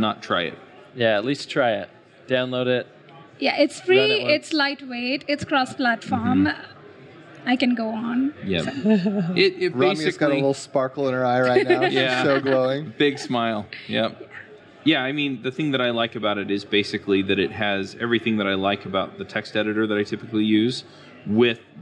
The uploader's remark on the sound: This episode is live at the Microsoft Build 2017